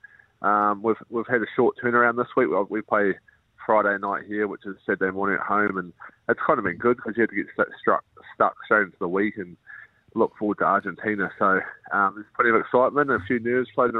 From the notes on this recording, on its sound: on the phone